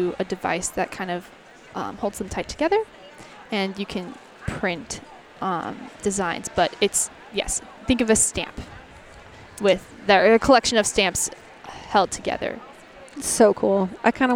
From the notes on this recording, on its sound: Live from LWML National Convention. Live from the LWML National Convention in Lexington, Kentucky.